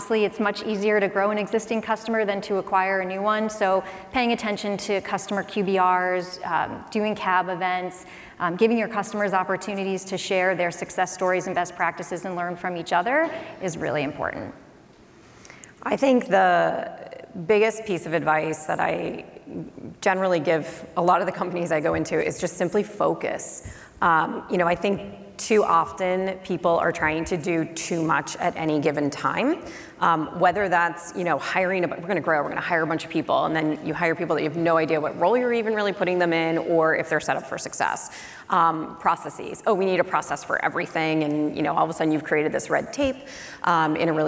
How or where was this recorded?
live audience